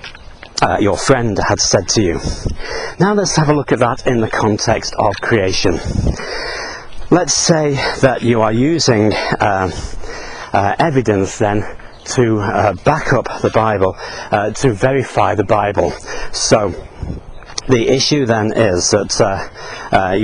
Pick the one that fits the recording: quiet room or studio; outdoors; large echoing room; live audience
outdoors